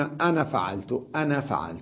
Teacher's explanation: أنا حتى لما يلفظها موصولة بغيرها يقول أنا فعلت كذا، أنا فعلت كذا، من العرب من هكذا ينطق بها، أنا فعلت كذا، والأكثر يقولون أنا فعلت، أنا فعلت بدون ألف، وإن كانت الألف مذكورة لكننا لا نلفظها